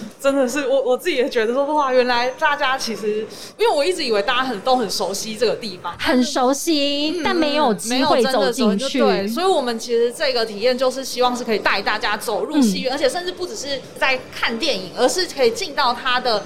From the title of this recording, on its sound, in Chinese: 2021 Energy Taiwan智慧能源週-Live Podcast